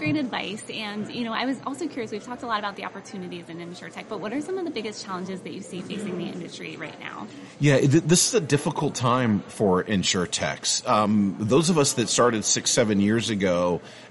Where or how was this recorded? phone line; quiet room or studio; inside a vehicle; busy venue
busy venue